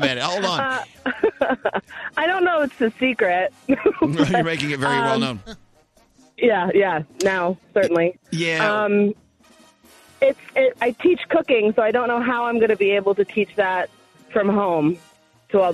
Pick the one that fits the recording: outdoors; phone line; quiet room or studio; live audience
phone line